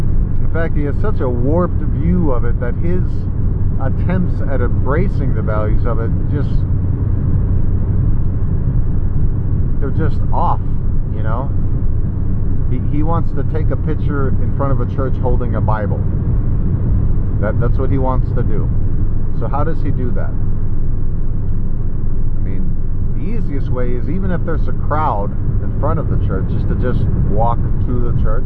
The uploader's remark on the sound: Sorry about audio. Wind from driving.